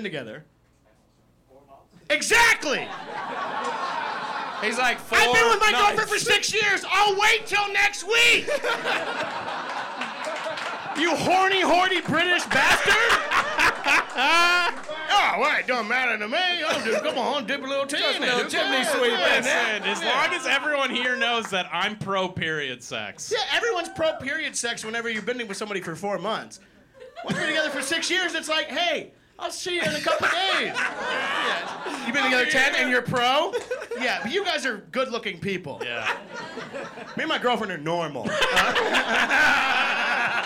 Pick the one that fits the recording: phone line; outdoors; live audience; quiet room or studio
live audience